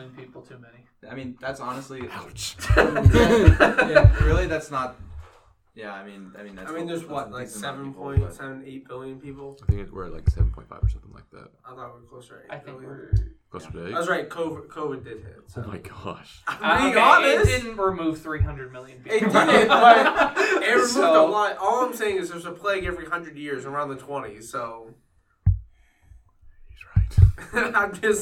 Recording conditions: poor sound quality